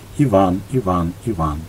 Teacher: И у нас получается три стопы. И здесь мы видим ямб, когда второй слог ударный.